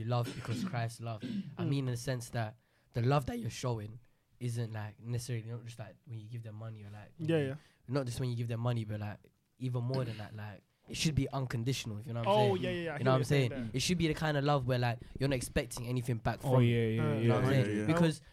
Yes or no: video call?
no